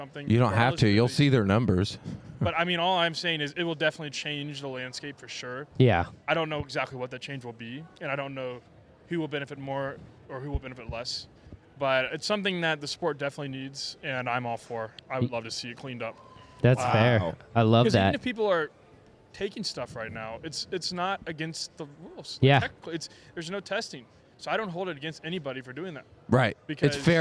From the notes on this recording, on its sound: Live from the Dallas Golf Show. Live from the DFW Golf Show.